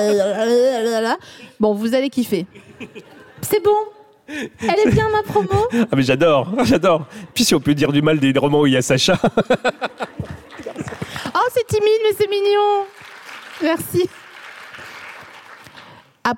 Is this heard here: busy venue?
yes